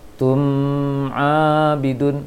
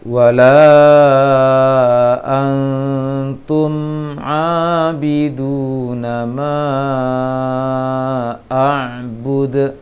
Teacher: tahan sejenak saja ataupun sedikit untuk mimnya, dialirkan sedikit suaranya, baru baca ainnya · Shown in: second take